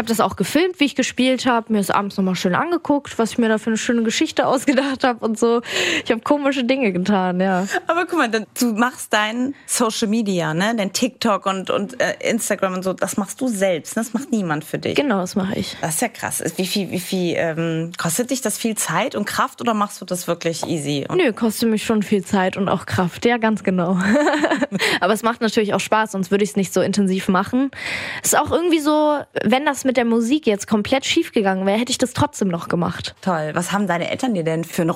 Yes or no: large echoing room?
no